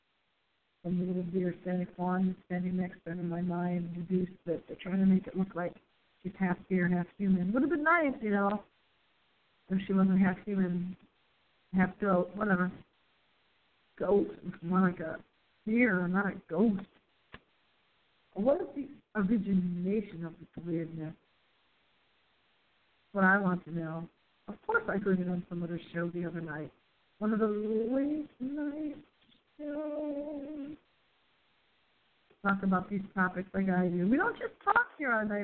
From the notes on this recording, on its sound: we do a test show to test our phone audio quality